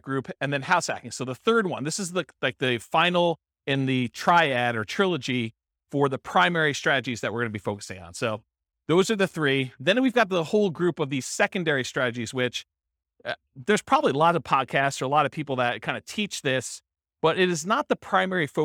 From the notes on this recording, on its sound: This was a live class recorded